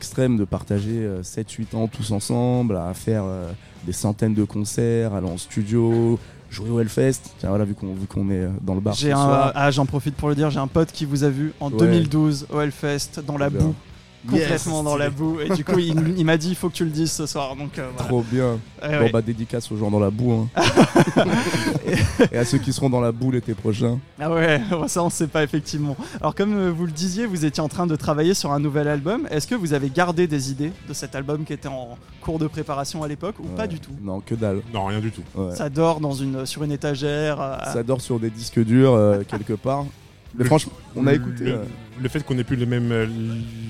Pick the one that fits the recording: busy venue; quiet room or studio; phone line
busy venue